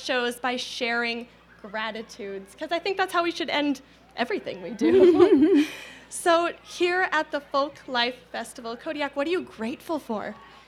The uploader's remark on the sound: Live from the Yakima Folklife Festival